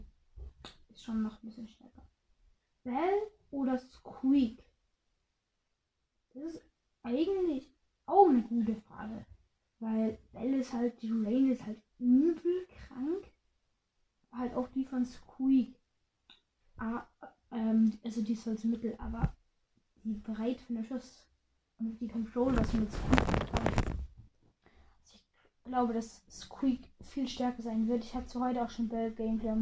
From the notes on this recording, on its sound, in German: Sorry wegen der kack ton Qualität